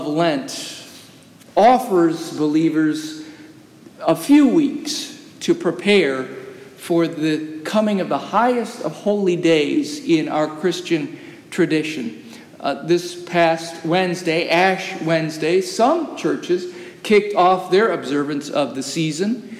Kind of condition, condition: setting, large echoing room